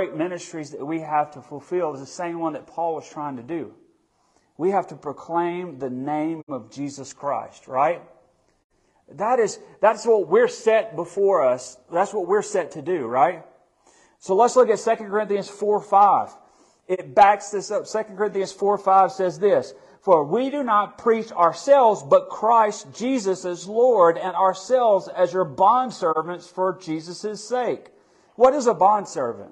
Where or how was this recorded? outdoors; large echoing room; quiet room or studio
large echoing room